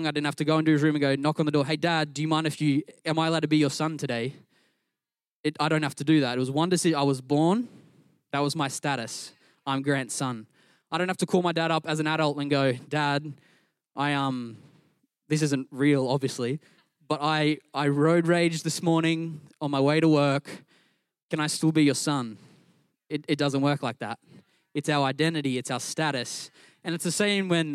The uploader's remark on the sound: Recorded during our Melbourne East service on Sunday, the 13th of August 2023.